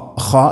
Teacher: ഖ തൊണ്ടയുടെ മുഗൾ ഭാഗമാണ് മഖ്റജ്